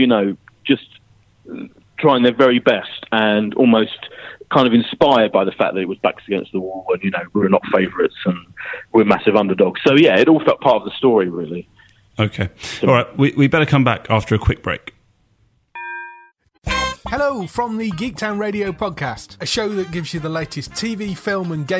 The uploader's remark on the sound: on the phone